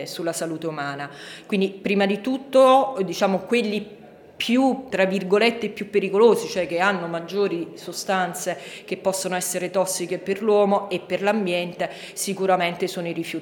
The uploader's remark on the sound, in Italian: Registrato durante il convegno: “Crimini, danni e lotte ambientali - storie e voci dal vallo di diano”.